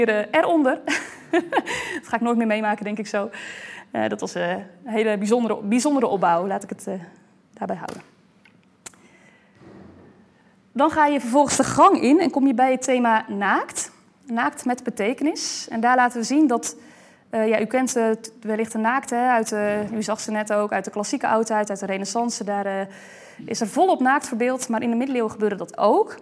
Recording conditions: large echoing room